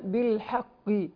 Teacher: القاف طبعا هنا حرف استعلاء تفخم